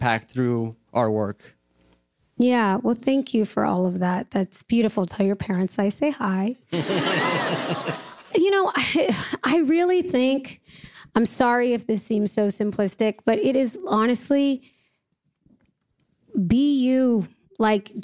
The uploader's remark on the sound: In front of an audience at Chapman University.